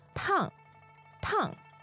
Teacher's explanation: Tang, tang, fourth tone. All right, so that means hot